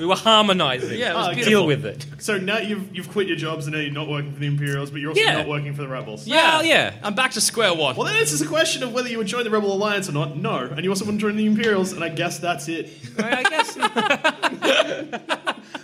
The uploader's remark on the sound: In which our heroes do it all live. Live on stage.